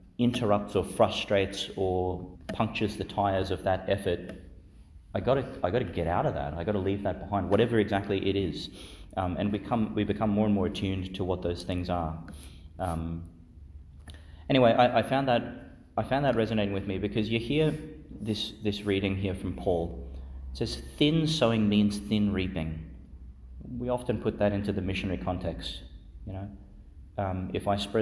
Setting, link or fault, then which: setting, large echoing room